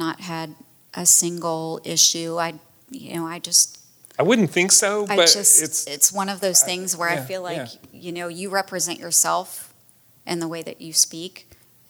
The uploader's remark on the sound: This special episode of the How I Got Here podcast was recorded in front of a live audience at the 2023 Tallahassee Chamber Annual Community Conference in Amelia Island.